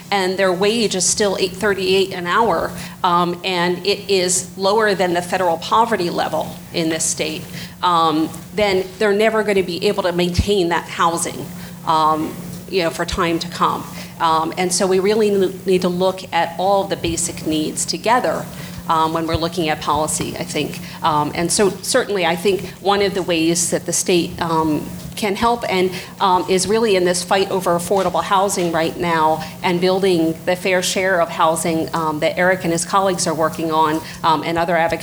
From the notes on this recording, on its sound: Recorded at the New Jersey Performing Arts Center on October 14, 2016.